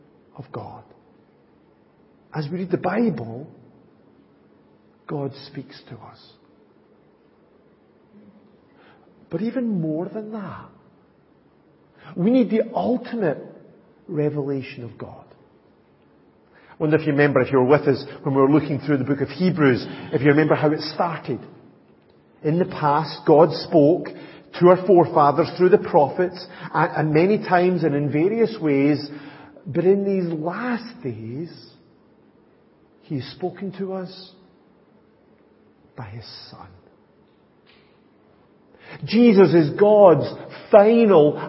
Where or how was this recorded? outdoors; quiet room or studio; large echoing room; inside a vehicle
large echoing room